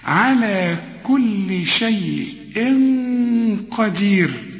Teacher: القاف دي من حروف الإخفاء هنا في غنة، والغنة بمقدار حركتين والحركة بتساوي واحد والتانية اتنين، يبقى النفس يستمر واحد اتنين.